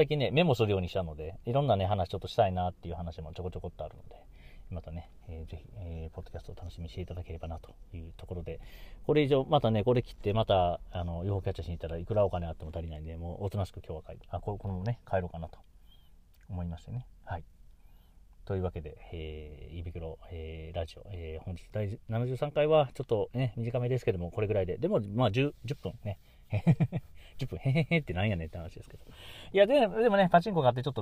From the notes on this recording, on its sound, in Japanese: とあるお店の駐車場から、、1回録り！